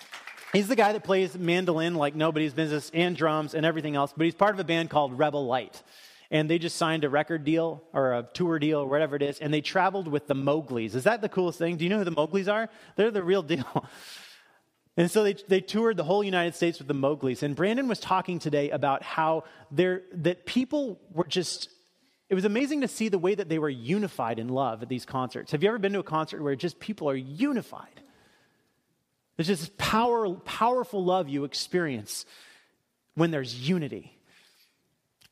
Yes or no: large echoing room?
yes